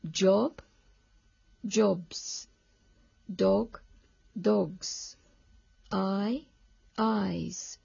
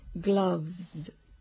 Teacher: La S se convierte en Z, que es un sonido muy difícil para los hispanoparlantes, cuando le precede un sonido sonoro, que es el voiced consonant.